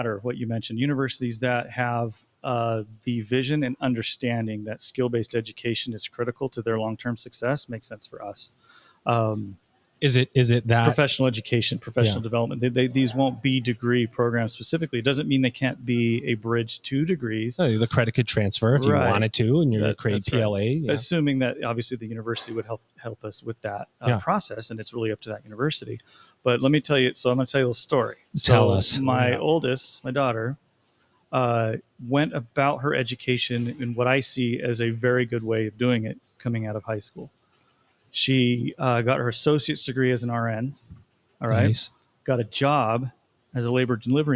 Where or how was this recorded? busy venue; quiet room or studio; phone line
busy venue